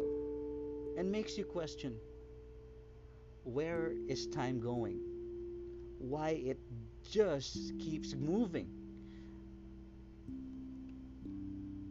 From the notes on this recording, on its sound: Kindly up the volume on this one since the audio recording is low, im used my mobile on this one.